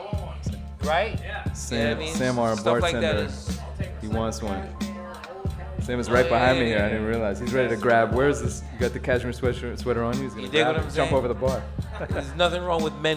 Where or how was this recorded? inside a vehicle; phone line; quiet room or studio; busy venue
busy venue